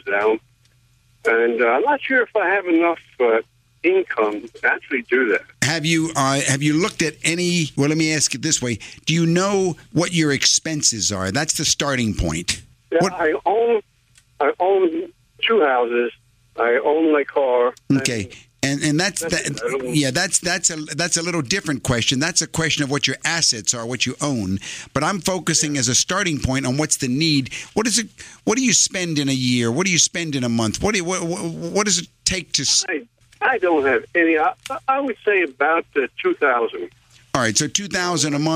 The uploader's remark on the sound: Financial planning call-in show.